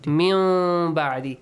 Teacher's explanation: Changing the sound of noon to a half meme. · Term: Iqlab